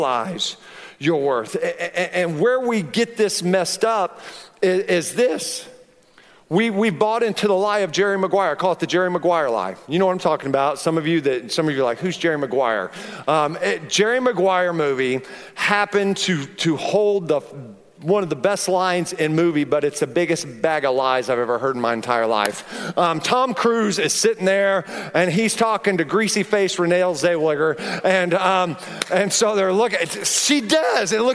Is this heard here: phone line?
no